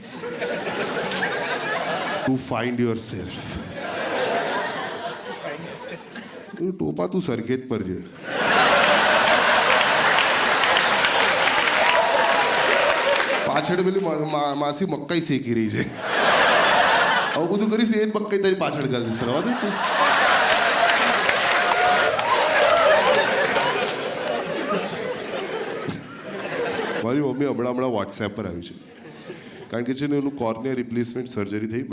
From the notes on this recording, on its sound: This was shot in front of a live audience. At the auditorium of H K Arts College, Ahmedabad.